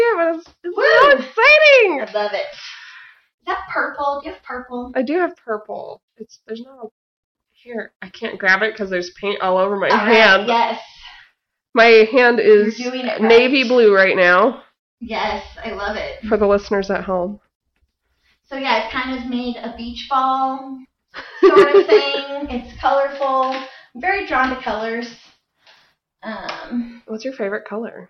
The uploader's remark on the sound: Still working on sound issues!